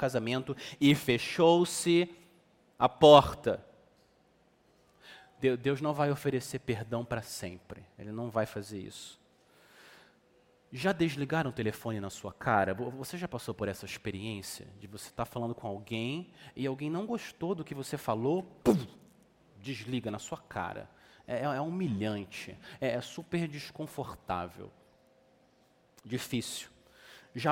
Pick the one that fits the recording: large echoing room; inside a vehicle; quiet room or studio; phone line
large echoing room